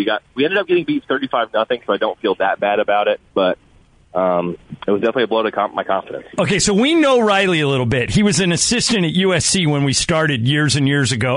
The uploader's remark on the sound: called